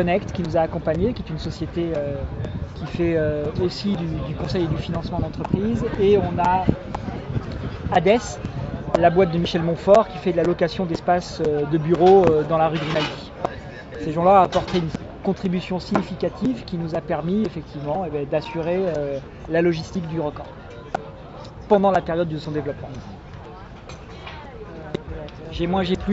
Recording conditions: busy venue